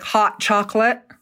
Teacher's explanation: When they drop the T, it's not like a glottal stop.